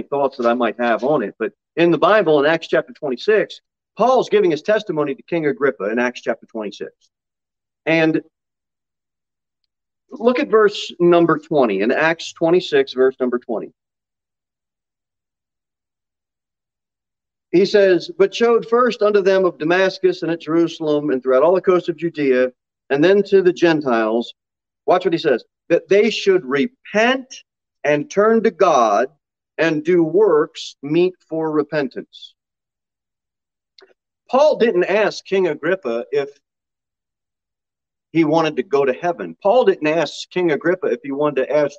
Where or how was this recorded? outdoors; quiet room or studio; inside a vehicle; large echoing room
large echoing room